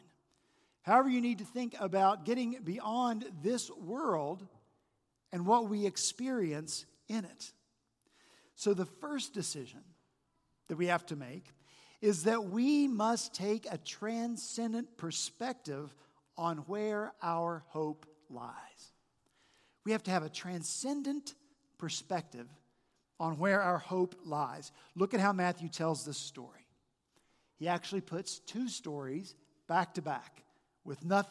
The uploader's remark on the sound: this past Sunday, February 4 at Redeemer Presbyterian Church in Charleston, SC